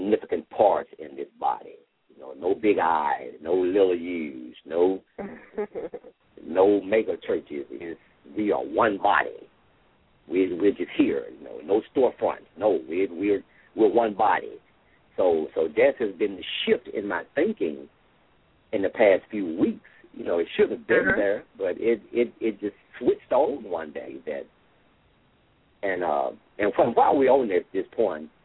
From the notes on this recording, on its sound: LML uses a progressive live call in format.